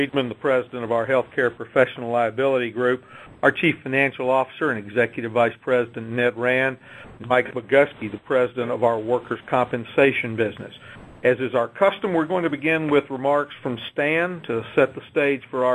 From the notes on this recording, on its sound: ProAssurance Earnings Conference Call